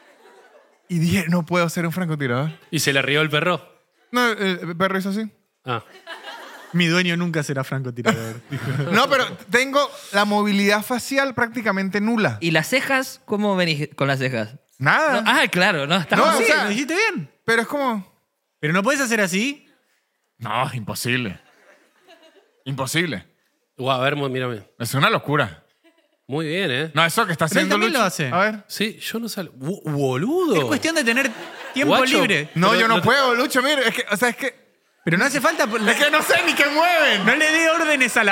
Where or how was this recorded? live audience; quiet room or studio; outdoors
live audience